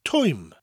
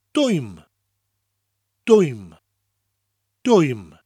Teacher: When a word that begins with the letter T soft mutates, it changes to a D.